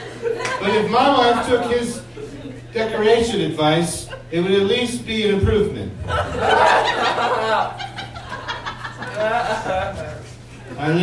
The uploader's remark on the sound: audio from their live show Nerd Roast